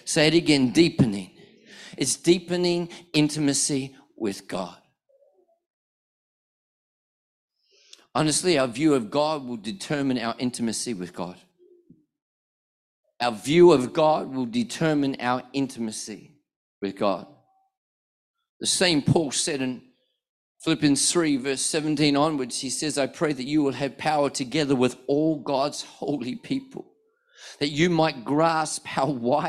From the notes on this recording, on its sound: One of our NEUMA global prophetic ministers was in Perth this weekend and preached a powerful message at our 4pm NEUMA Perth South service.